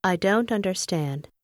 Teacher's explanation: âm t ở cuối từ don't gần như biến mất khi từ này đứng trước từ understand không? Hiện tượng này thường xảy ra khi người ta nói nhanh.